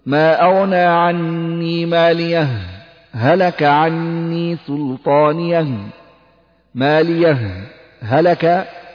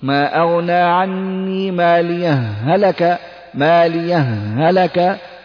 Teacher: أما إذا أردت ألا تسكت فهذا يسمى بالإدراج فتدغم الهاء في الهاء فتقول ما أغنى عني ماليه هلك ماليه هلك هاء واحدة مشددة. يبقى في حالة السكت بالإظهار وفي حالة الإدراج بإدغام الهاء في الهاء